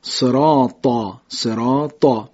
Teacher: پس صاد، زاد، تا، زا رو ما میخوام ادا بکنیم، هم باید کنارهای زبان جمع کنیم، اطباق بهش بدیم، هم ریشه زبان رو بالا بیاریم، استعلا بهش بدیم